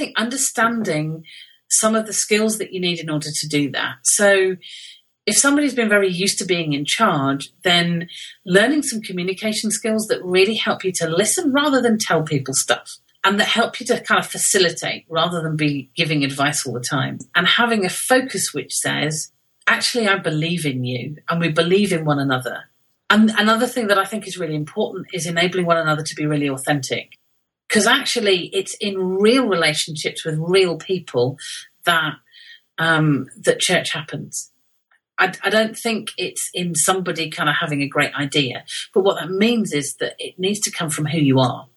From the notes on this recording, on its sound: on a Skype interview from the UK